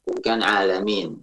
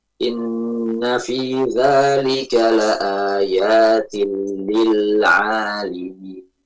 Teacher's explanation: yang benar lamnya di kasrah bukan di fathah · Shown in: second take